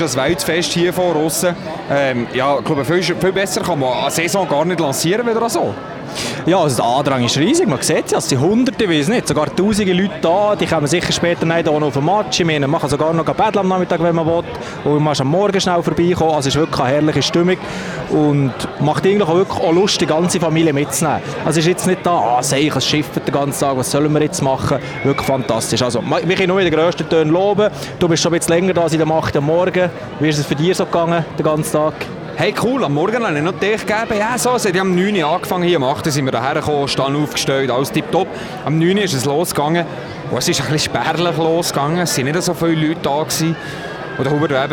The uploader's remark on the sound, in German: LIVE am Big Day von Gottéron. Gottéron läutet die Saison ein, benchside war live dabei!